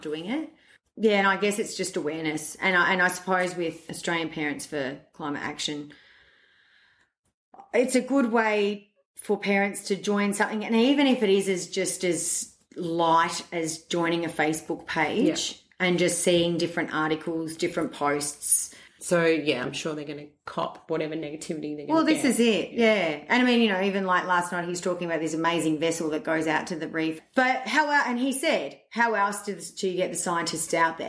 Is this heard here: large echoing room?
no